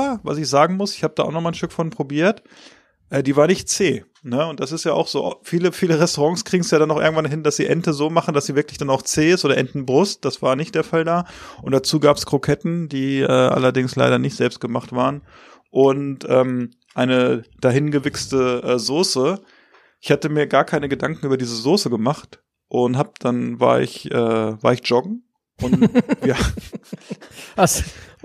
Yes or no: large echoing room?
no